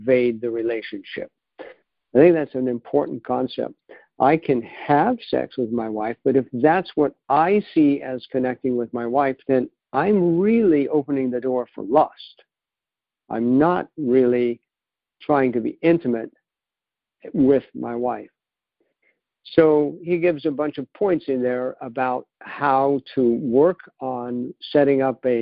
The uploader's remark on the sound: 2019 New Years Day Phone Conference